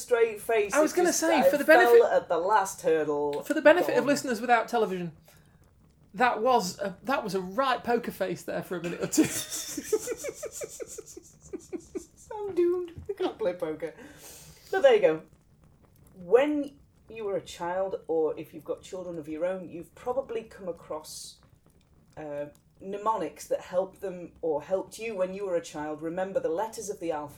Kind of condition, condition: fault, sounds in the background